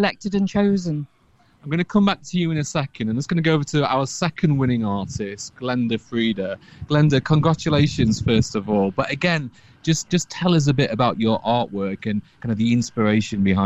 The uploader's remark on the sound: The Bloomsbury Festival Art Competition 2022. On Bloomsbury Radio at a private view of their exhibition at Spaghetti House gallery.